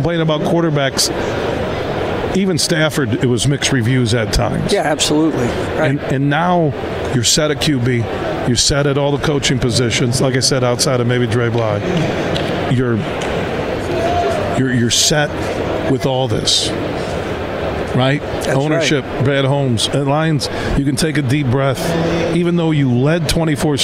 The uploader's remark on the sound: Today we're broadcasting live from the West Michigan Golf Show inside Devos Place in downtown GR.